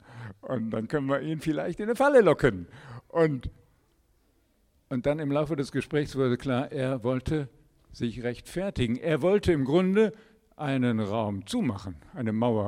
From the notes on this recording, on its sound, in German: Predigt im Rahmen des GreifBar+ Gottesdienstes.